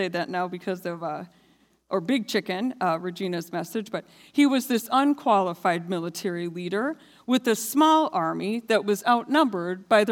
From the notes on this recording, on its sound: This sermon was recorded live on March 6th, 2022 at Newark United Pentecostal Church.